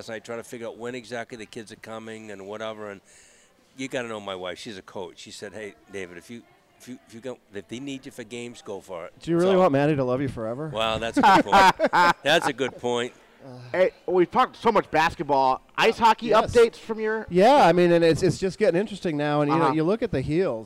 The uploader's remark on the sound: broadcast live from Gridiron Restaurant